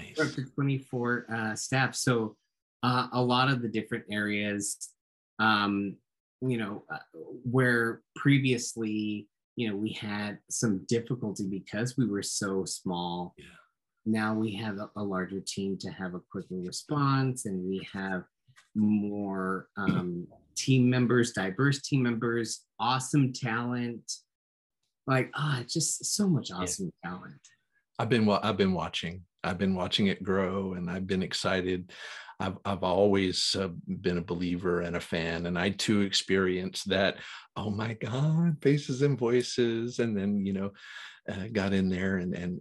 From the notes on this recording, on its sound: Recorded 11.22.2021 from Raleigh, NC & Austin, TX on Zoom.